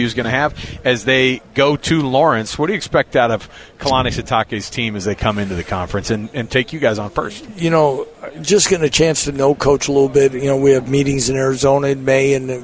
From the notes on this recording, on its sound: live from Big 12 media days